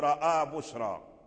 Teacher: بشرى فهي من ذوات الراء، وأمالها ورس في وجه واحد